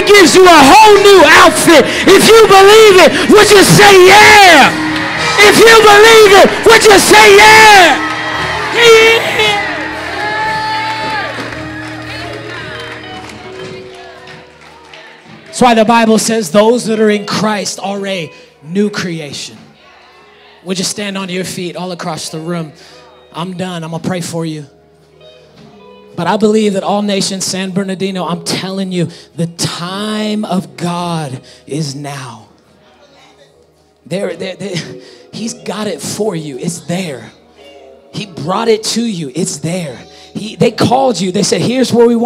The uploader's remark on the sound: Preached in 2019 at All Nations Worship Assembly San Bernardino.